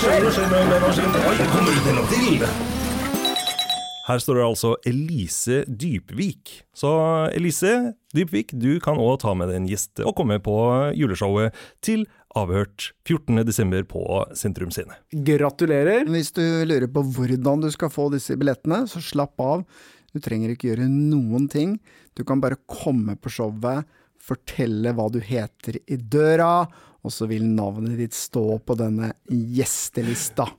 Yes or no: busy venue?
no